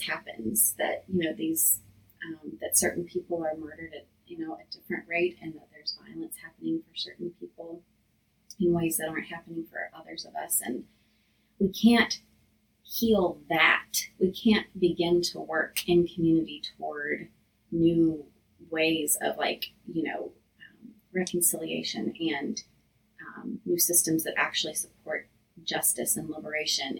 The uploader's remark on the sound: we apologize for the technical difficulties with sound in this episode.